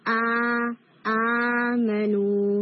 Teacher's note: الف کو بھی آپ اقص الحلق سے اسٹرانگلی نہیں بولتے بلکہ وہ ریلیکس ہو جاتا ہے · Term: الف کی ساؤنڈ